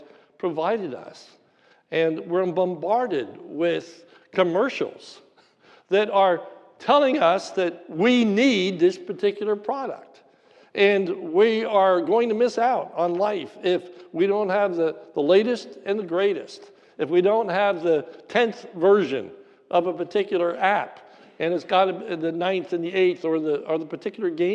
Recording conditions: large echoing room